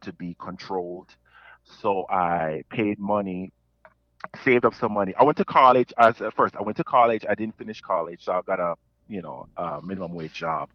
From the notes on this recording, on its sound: called in to talk